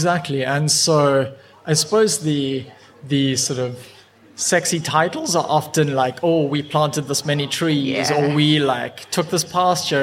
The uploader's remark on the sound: Live from Global Bird Fair. We were lucky enough to grab a slot on the brand new Whinchat podcasting stage, sponsored by Swarovski Optik. The episode is dotted with soundscapes taken directly from the Swarovski rainforest.